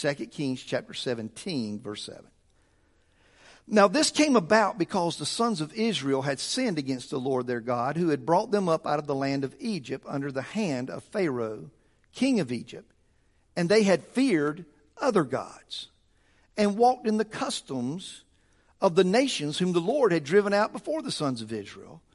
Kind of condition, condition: setting, large echoing room